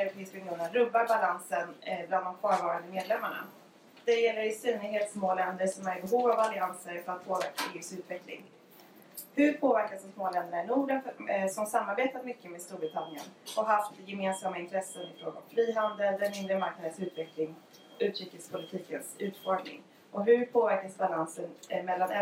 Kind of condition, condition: fault, poor sound quality